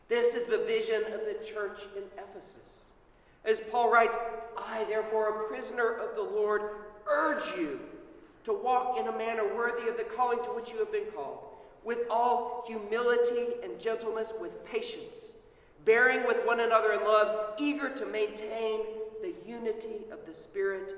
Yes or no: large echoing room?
yes